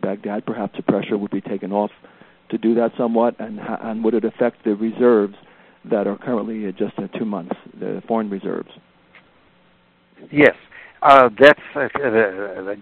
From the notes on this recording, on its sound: briefed the Middle East Forum on a conference call May 16, 2016